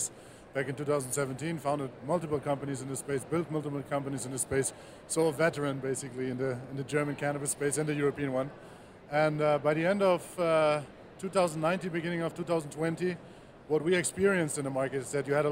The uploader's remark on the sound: This interview was recorded on the floor of the Las Vegas Convention Center during MJBizCon 2022, so there may be patches of audio that are a tiny bit scratchy.